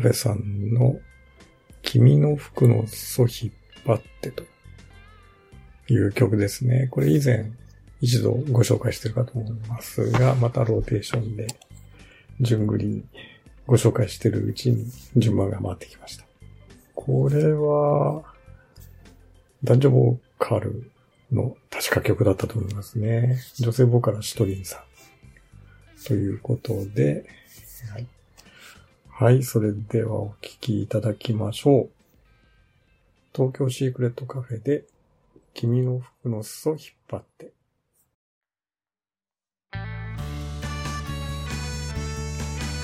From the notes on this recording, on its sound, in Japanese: ギターやハーモニカに生音を取り入れるなど、生バンド演奏の雰囲気が伝わるよう工夫しました。Iphoneの標準機能で。機材：iPhone SE2,macbook air。